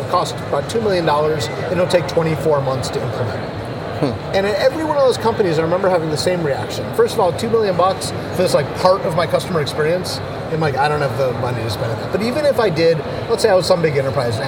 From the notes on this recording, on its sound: at a tech conference in Barcelona, Spain